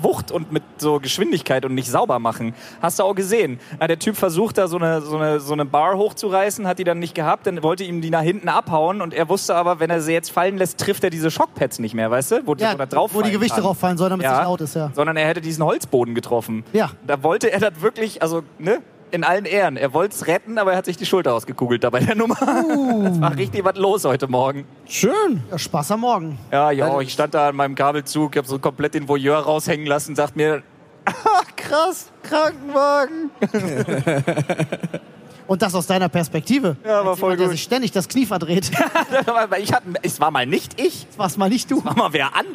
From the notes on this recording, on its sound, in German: Live von der Polaris in Hamburg